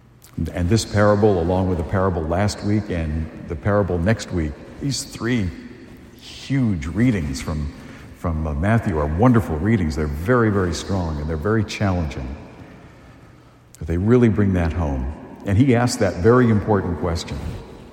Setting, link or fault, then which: setting, large echoing room